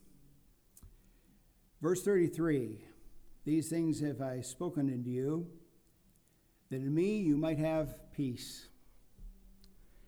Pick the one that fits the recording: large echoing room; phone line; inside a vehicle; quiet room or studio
large echoing room